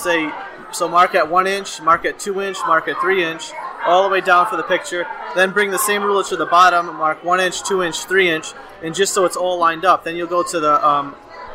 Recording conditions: busy venue